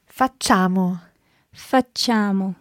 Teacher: Okay, although there's an I written down there, the I's just there to make the C soft. So you don't actually pronounce it.